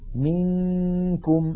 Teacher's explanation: منكم المثال الثالث أيضا نون ساكنة بعدها كاف، انتقلنا من الميم إلى مخرج الكاف ولم ننطق كافا بل نطقنا غنة · Term: الإخفاء